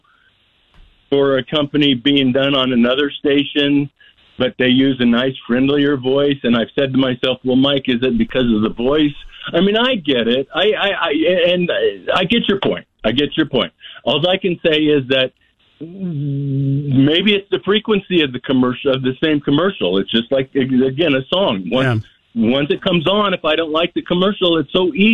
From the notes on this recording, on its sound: Open phones Friday